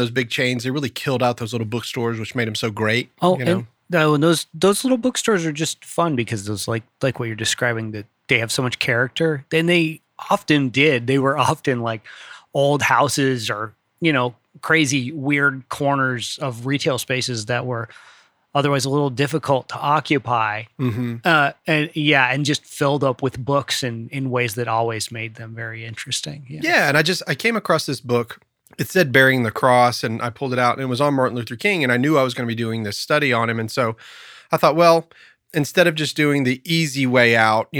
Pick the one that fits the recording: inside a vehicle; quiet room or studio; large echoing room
quiet room or studio